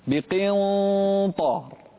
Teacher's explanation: ما فخمت الإخفاء، فخم الإخفاء لمناسبة الطاء بعدها